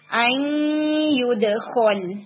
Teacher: آئی sound کو تھوڑا سا اور نیزل کیویٹی کی طرف پوش کریں · Term: ادغام